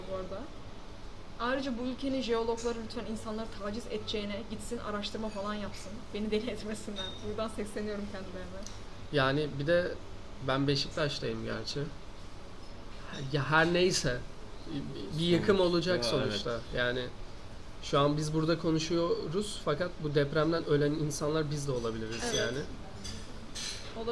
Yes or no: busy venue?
yes